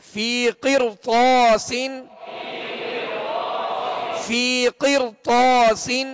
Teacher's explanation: را ساکن سے پہلے زیر اسی کلمہ میں اور بعد میں اسی کلمہ میں حرف مستعلیہ میں سے تو ہے لہذا اس را کو بھی پر پڑھیں گے فی قرطاس فی قرطاس والنہاری اس را کو پر پڑھیں گے